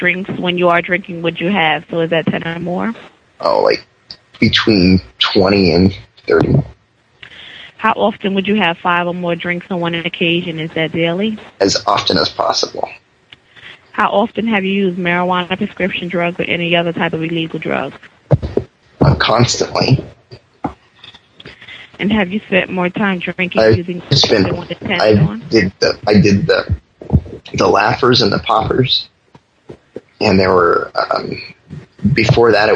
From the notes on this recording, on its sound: Prank Phone Calls